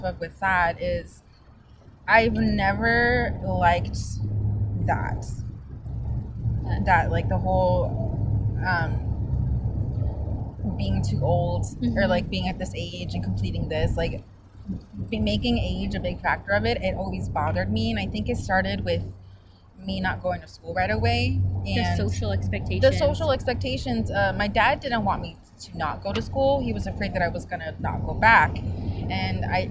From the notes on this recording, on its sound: Recorded in a park on a warm day